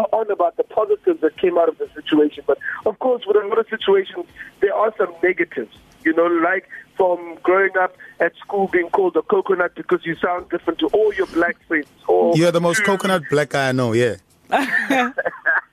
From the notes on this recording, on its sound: We Took A Call. Phoner.